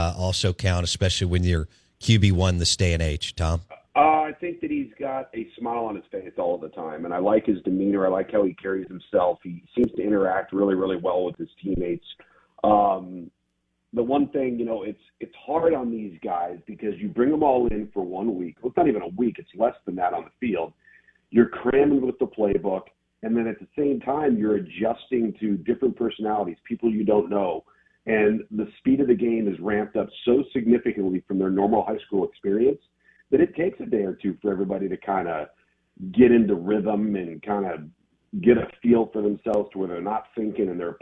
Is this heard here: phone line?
yes